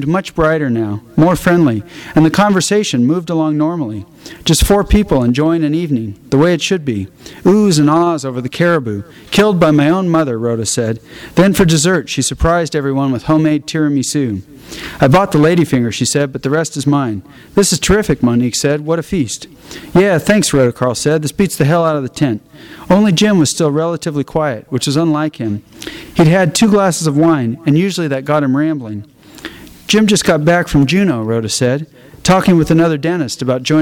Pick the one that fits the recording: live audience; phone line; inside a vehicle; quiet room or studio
live audience